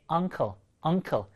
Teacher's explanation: 얘는 아와 어의 약간 중간 발음이거든요.